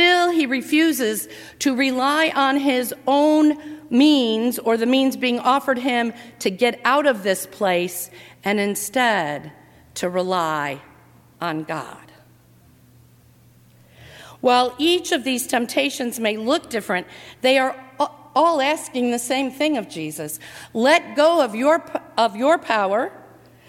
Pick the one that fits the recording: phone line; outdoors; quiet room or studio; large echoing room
large echoing room